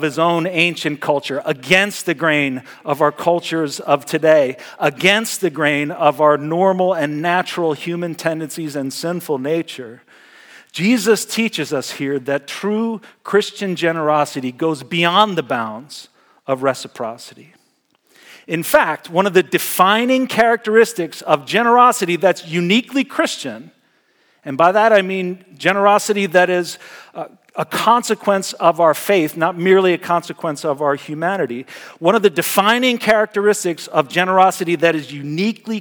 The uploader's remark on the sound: Message Preached at Valley Creek Church